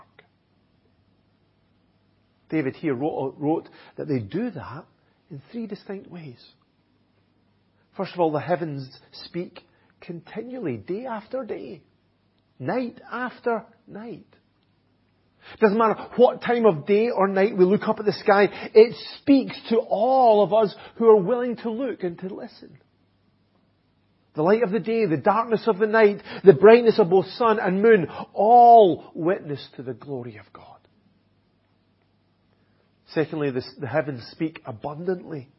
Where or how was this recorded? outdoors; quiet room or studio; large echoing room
large echoing room